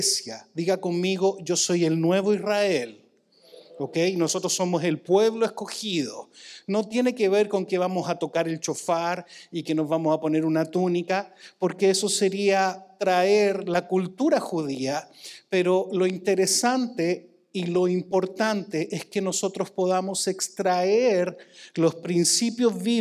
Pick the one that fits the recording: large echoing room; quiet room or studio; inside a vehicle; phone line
large echoing room